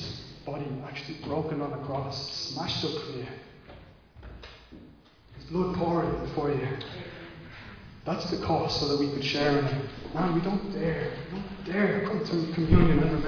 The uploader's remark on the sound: Recorded live at Liberty Church on 19th July 2020